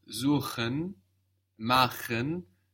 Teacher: But when we have another vowel sound before, like in suchen, machen, we get a hard CH